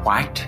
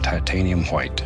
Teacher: My favorite thing about Bob Ross's voice has to be the way he pronounces the word white with the H in front of the W